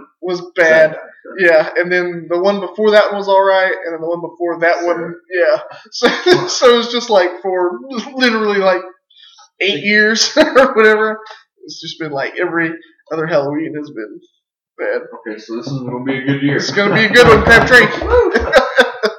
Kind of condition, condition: fault, poor sound quality